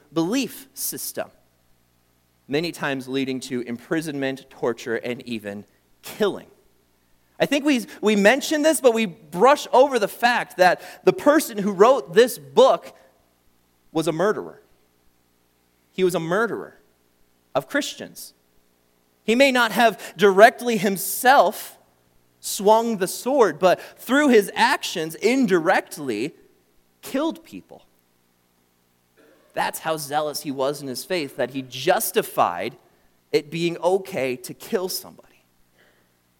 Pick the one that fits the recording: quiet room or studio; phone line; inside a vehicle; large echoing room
large echoing room